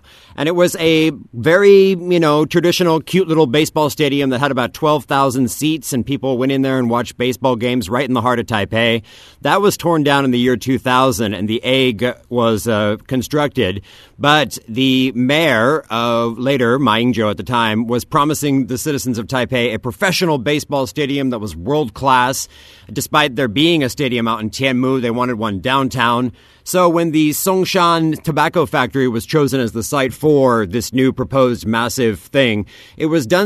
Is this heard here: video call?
no